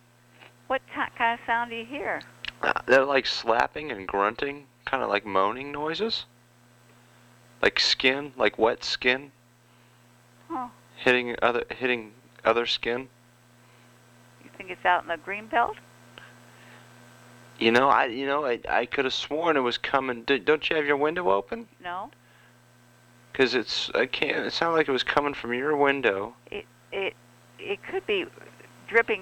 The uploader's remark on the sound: Prank Phone Calls